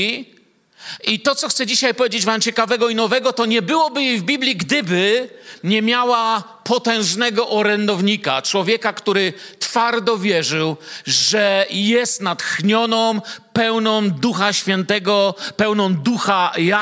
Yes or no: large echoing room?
yes